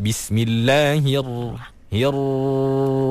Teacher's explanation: sembunyikan ra bila dia bersabdu